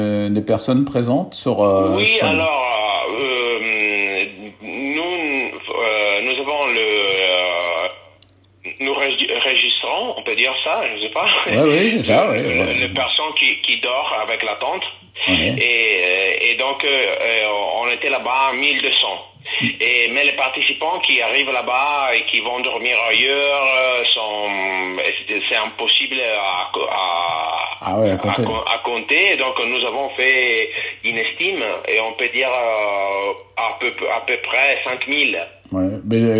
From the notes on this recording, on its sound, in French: que j’ai pu interviewer par téléphone